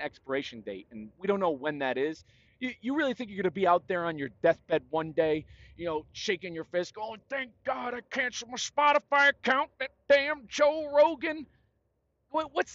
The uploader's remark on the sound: Talk more winter scaries on I-40 in New Mexico. Share more of what goes on inside this old brain of mine while I’m driving.